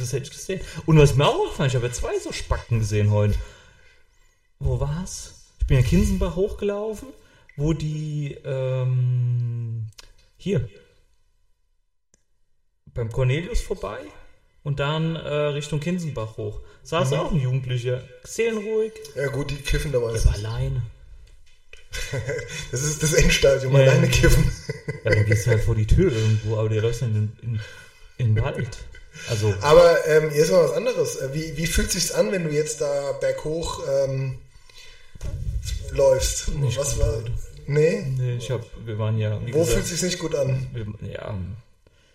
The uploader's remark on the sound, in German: Ton leider mit etwas Hall.